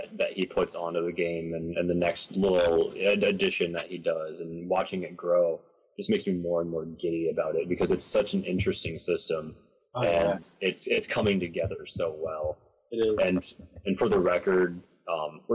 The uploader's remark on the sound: I apologize for the audio quality as this is our first attempt at a podcast.